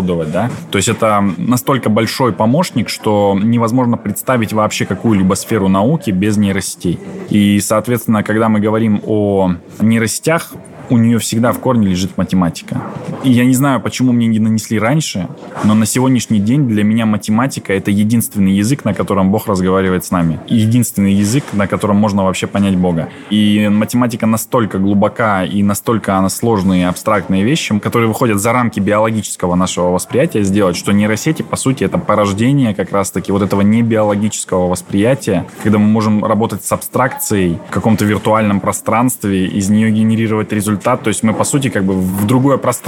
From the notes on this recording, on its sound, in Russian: Выпуск подкаста мы записали на форуме министров образования в Казани.